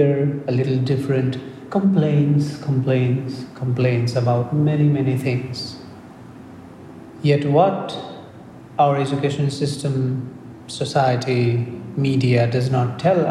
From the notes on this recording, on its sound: This podcast is part of a meditation session given in Tallinn, Estonia. Recorded at a Meditation Meet.